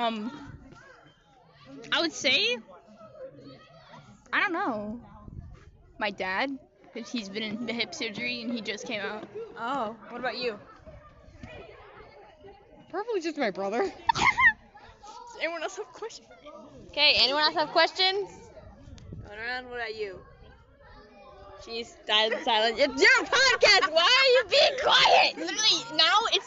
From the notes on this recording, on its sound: ignore out cussing and the audio lol